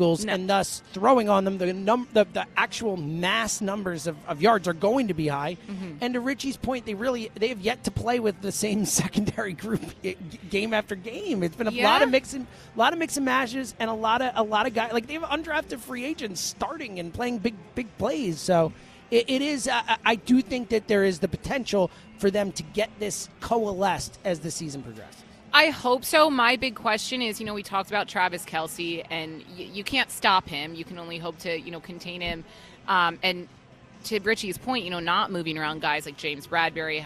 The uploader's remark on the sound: live at Parx Casino